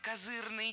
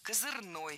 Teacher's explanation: С ударением на втором слоге и окончанием «ый» – козырный, и с ударным окончанием «ой» – козырной. · Term: двойная норма ударения